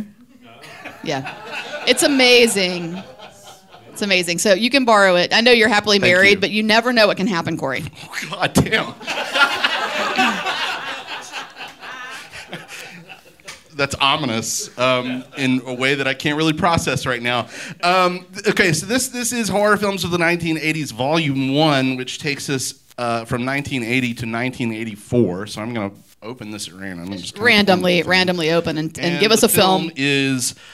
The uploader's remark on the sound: LIVE at the Sidewalk Film Festival. Audience Q&A. Recorded Live by Boutwell Studios.